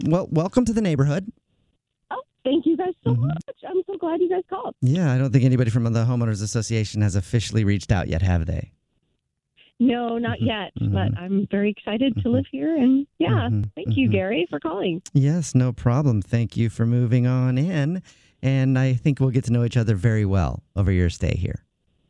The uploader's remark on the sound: in this Phone Prank!